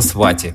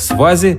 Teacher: там, где свати четко выговаривают «т», зулу скажет «з»